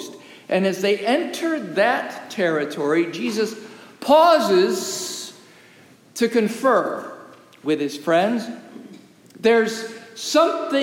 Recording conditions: large echoing room